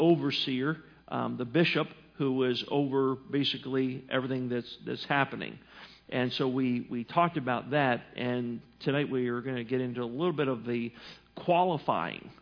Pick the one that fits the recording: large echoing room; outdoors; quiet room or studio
large echoing room